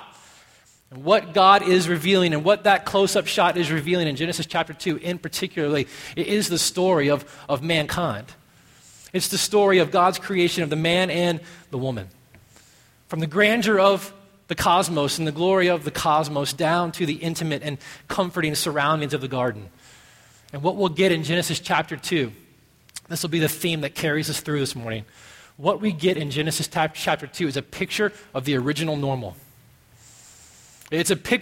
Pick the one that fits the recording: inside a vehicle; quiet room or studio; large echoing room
large echoing room